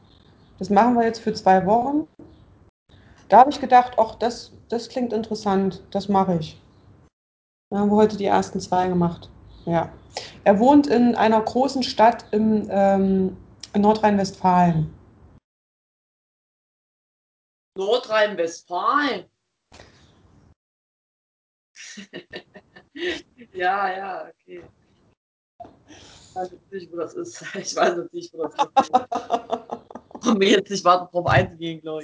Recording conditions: video call